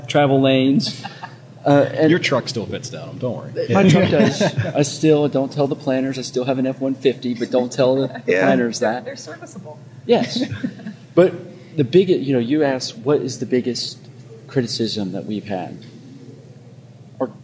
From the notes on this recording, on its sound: Recording live at CNU24 in Detroit